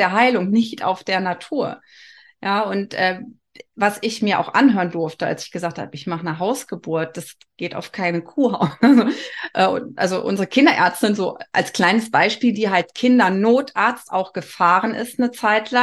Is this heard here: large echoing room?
no